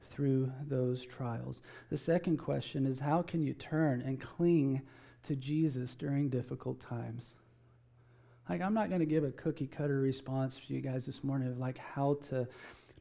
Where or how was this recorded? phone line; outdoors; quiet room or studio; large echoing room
large echoing room